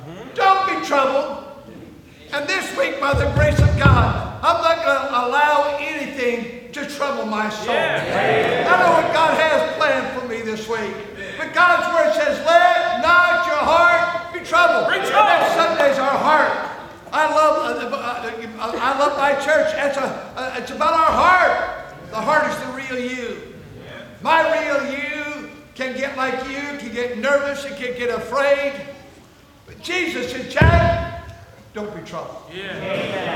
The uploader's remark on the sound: At North Valley Baptist Church in Santa Clara, California, during the Sunday Evening service on February 4, 2024. We experience a power outage.